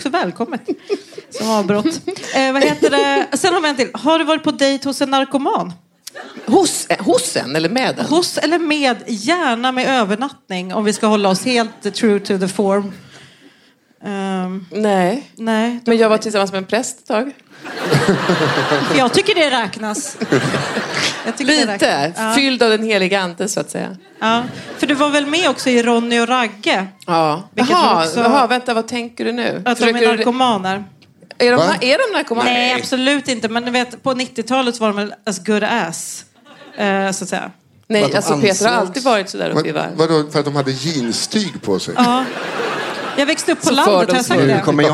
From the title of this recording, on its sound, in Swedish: Live på Scala